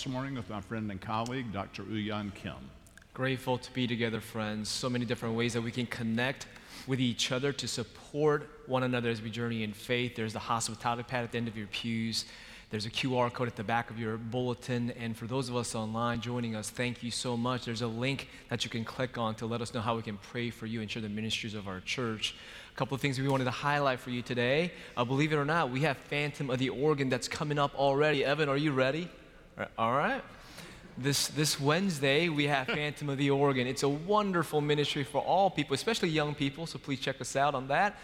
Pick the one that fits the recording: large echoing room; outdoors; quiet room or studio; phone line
large echoing room